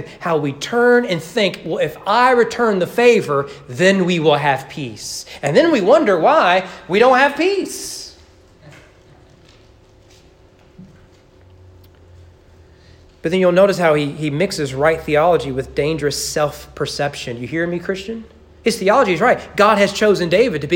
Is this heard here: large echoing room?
yes